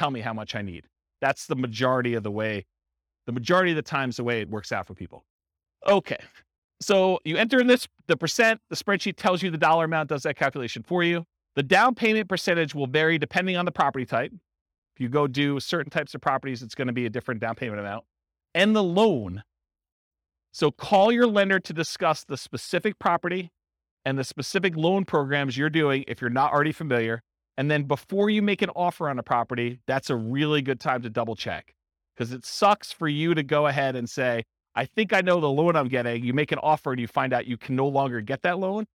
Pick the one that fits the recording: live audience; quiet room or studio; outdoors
live audience